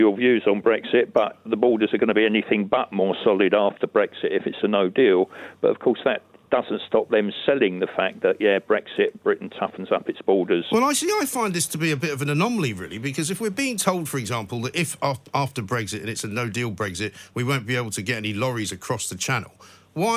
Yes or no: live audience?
no